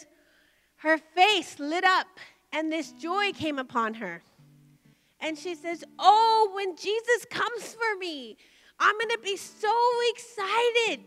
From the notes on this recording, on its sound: Recorded live by Media Revival TV on location from the Emerging Streams Apostolic Center.